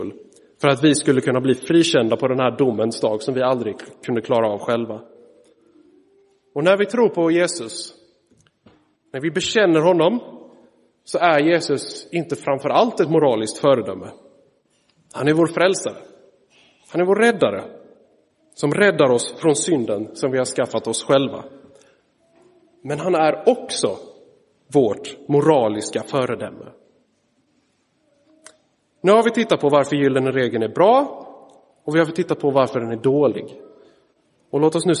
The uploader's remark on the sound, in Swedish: Inspelad i Roseniuskyrkan den 3 september 2023.